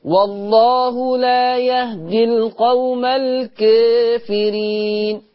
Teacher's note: الكافرين قرأ ورش بتقليل الألف، الألف اللي بعد الكاف